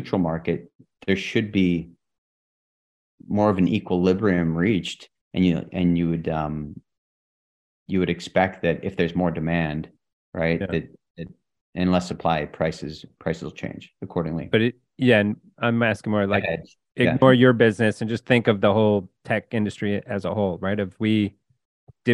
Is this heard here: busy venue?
no